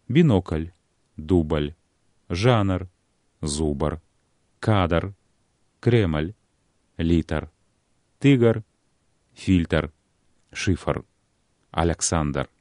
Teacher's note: Згодна з вымаўленчымі нормамі, паміж зычным ці зычнымі з аднаго боку і гукамі «р» або «л» з другога павінна гучаць галосная ўстаўка, кароткі «а»